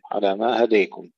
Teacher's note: الإمالة لحمزة والكسائي وخلف العاشر